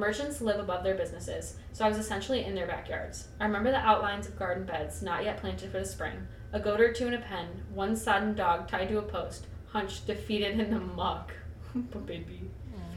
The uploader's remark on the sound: So sorry that the audio sounds like trash!!!